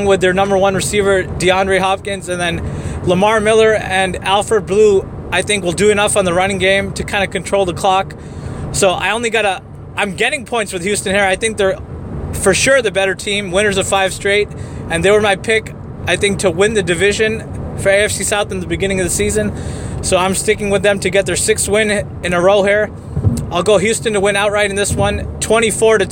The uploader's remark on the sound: Live in the car in route to the Bay Area.